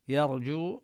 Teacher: يرجو نفخم الراء ولا نفخم الياء، الياء من الحروف المستفلة المرققة، يرجو، ولفظ الجيم كذلك يعني